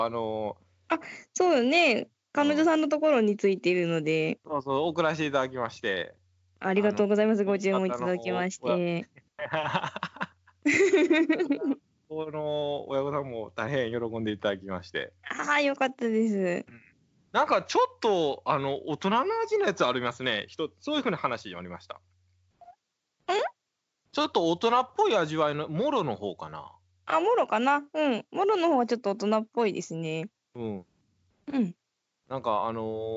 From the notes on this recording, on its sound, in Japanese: スカイプ機能の録音のため音質が少し悪いです。